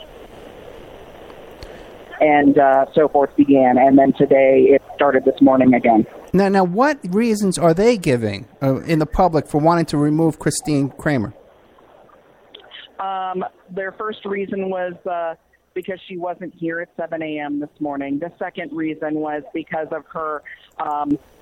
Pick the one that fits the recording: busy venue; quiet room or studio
busy venue